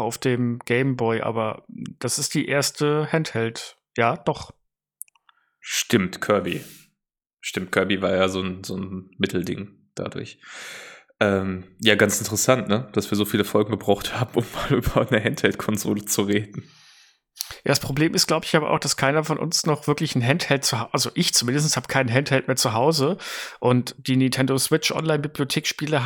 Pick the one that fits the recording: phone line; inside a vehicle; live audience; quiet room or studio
quiet room or studio